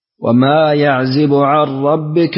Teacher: يكسر الزاي في يعزو